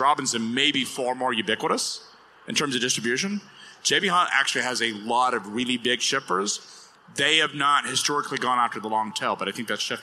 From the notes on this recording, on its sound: Live from the floor of FreightWaves LIVE Chicago